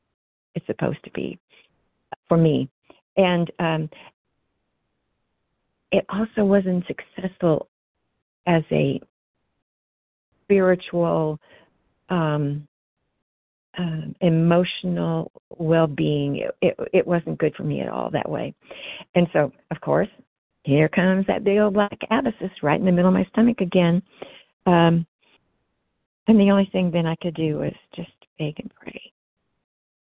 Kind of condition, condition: link, phone line